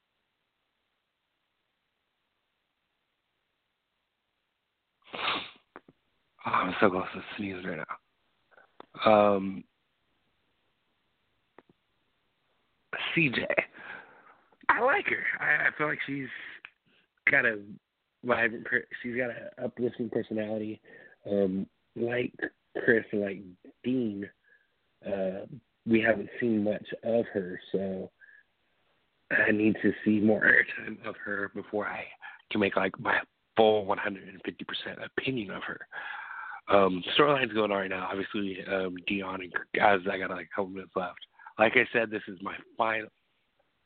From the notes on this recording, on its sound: taking phone calls